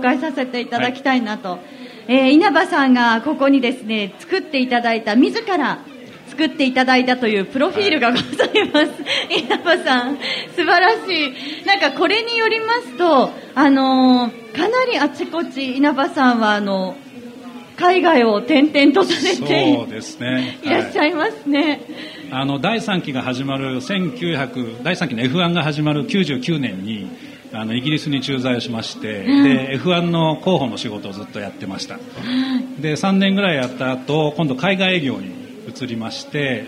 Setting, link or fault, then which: setting, live audience